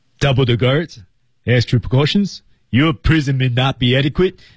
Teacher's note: Your prison may not be adequate.哎，这时候呢，你要把自己的那种劲儿往上抬啊。对，女生要是挑战这句话，可能稍微要底气足一点了哈。啊，这句话男生也很难，因为他本身这个人身高在那摆着，他膛子太大，膛大呀。他那声音感觉就是非常不好模仿，他声音又靠后又靠下，从地底上上来的似的哈